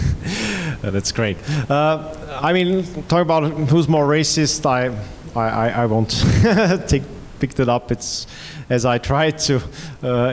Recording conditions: live audience